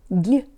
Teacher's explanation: This preposition is never stressed or emphasized, so the ya often turns into more of a schwa or even an e sound because the mouth doesn't have time to open very far